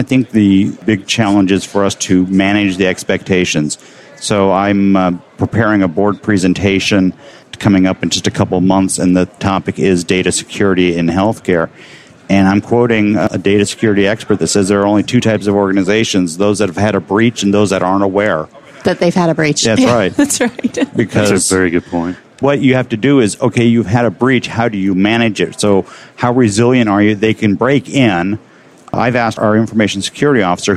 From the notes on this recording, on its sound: The episodes were broadcast live in CTGHS’s booth at the The HIMSS15 Annual Conference and Exhibition.